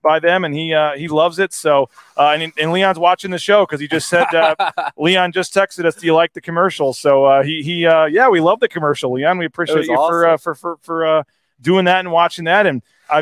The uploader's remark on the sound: are at The James Kitchen and Bar